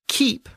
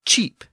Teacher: the original Anglo-Saxon K sound assibilated or shifted to a CH sound. So keep became cheap in Old English.